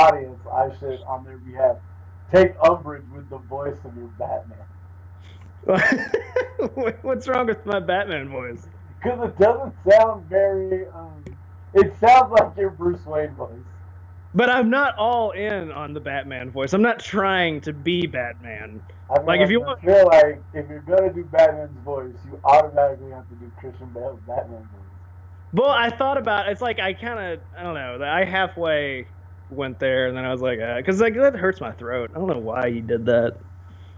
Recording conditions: poor sound quality